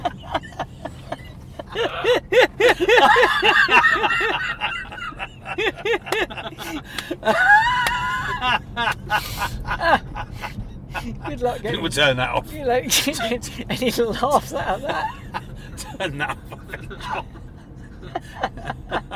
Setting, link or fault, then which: setting, inside a vehicle